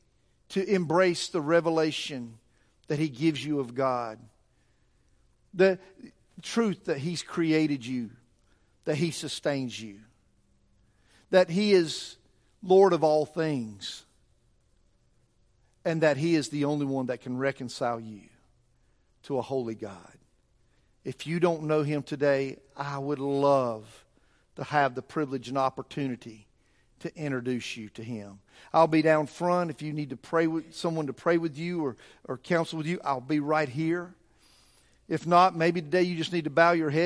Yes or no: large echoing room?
yes